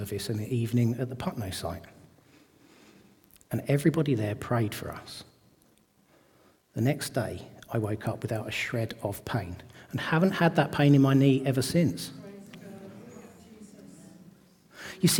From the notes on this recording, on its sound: This audio was recorded at our venue in Great Denham on Sunday 18th February 2024.